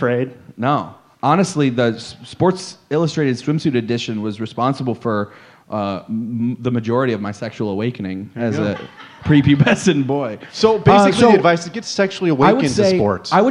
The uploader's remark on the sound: LIVE from the Ant Hall! Recorded LIVE at the Planet Ant Podcasts official launch party.